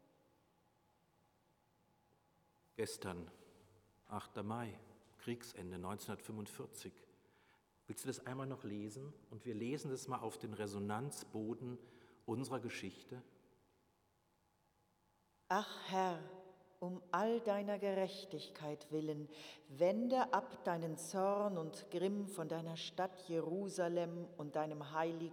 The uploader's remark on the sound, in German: Predigt Pauluskirche 9.5.2021 Rogate